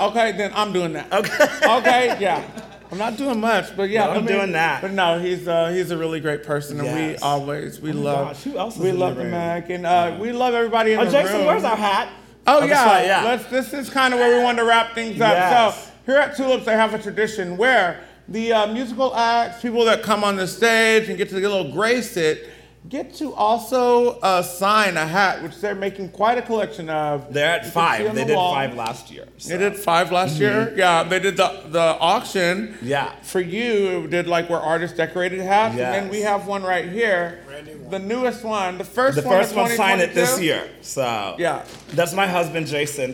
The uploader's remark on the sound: recording a live episode with a dynamic crowd at Tulips in Fort Worth